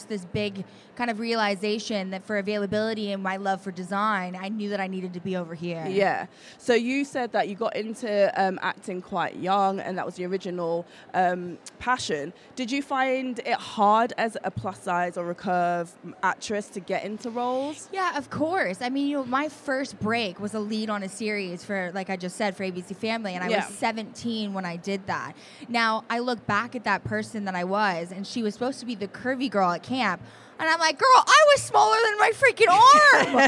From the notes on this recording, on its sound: Live at the Curve Fashion Festival 2019. We headed to the Curve Fashion Festival in Liverpool, England.